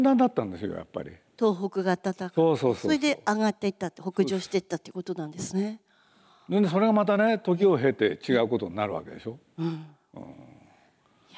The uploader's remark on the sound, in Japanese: 8月2日に東京国際フォーラムで行われた、第70回全国幼児教育研究大会東京大会のスペシャルトーク